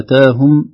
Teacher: نقول آتاهم بالمد الطبيعي هكذا